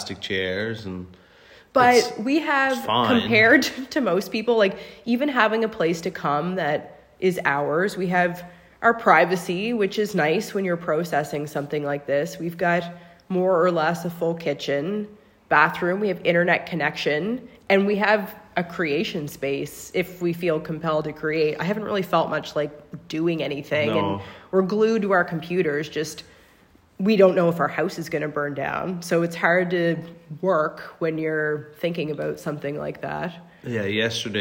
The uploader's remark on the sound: This Week’s Episode Recorded from Our Cellphone at Togetherland Art Gallery. We are currently displaced from our home. Recorded from our cell phone inside the echoey Togetherland hall!